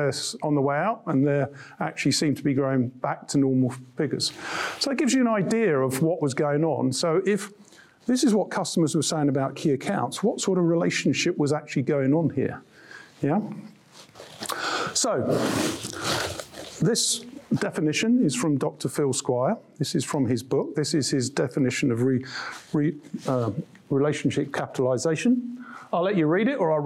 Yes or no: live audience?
yes